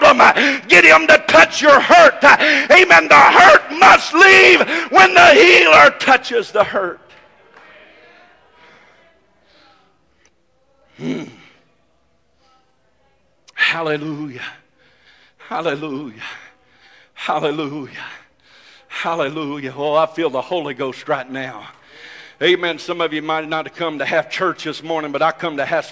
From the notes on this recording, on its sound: This message is broadcast live from First Pentecotal Church in Silsbee Texas.